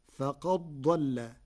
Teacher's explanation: بإدغام الدال في الضاد فتصير فقد ضل، والإظهار والإدغام لغتان من لغة العرب.